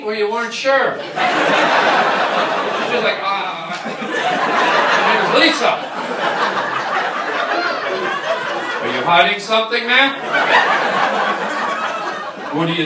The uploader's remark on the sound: LIVE stand up. Cancer benefit. Does live stand up for a wonderful cancer benefit and ends up doing crowd work for 90% of his show. What a great crowd and a great cause.